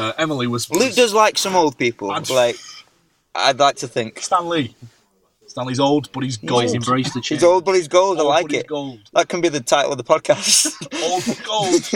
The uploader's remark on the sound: get together in the car